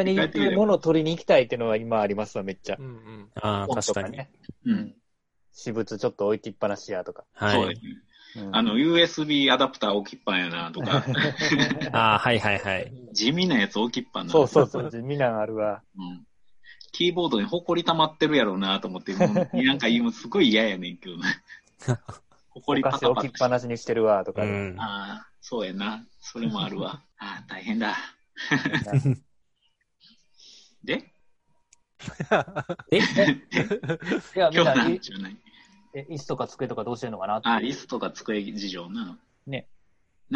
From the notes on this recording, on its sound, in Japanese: 今回も Zoom によるリモート収録です。